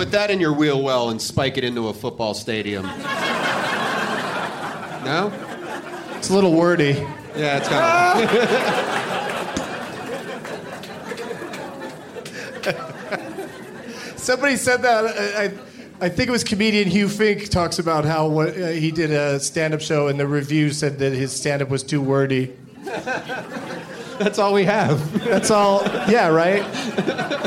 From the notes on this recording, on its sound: Live from Comedy Works in Denver, CO